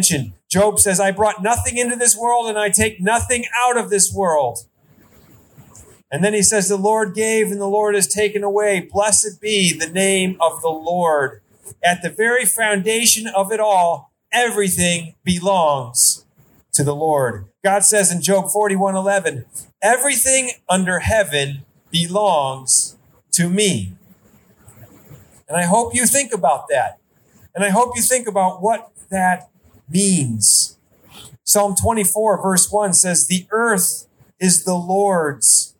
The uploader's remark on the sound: Outdoor Service. Sermon recorded live AT HOLLAND FMC.